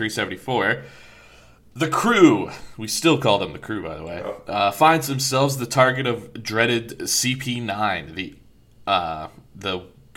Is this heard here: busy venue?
no